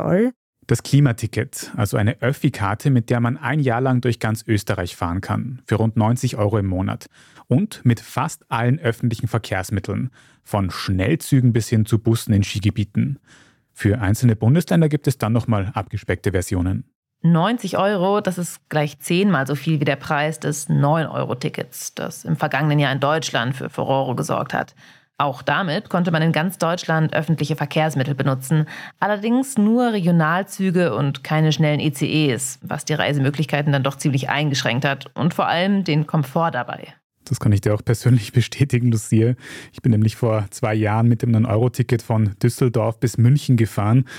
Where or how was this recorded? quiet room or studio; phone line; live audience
quiet room or studio